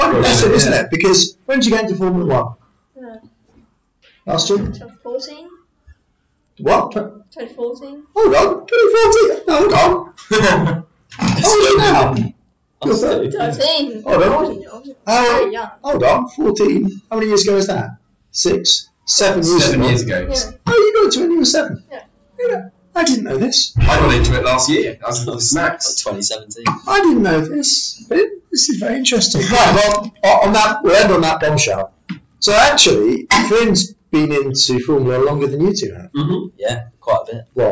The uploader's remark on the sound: After a few technical difficulties over the last few weeks, we are back on air as a podcast and radio show, apologies for the poor sound quality, but it's better than no show at all!